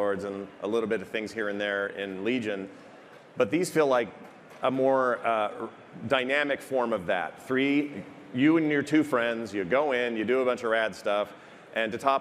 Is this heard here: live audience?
yes